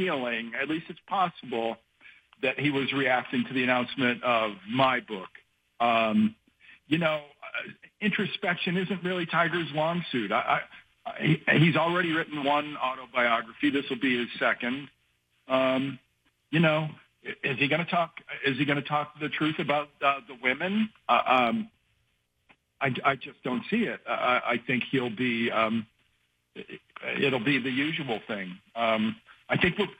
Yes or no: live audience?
no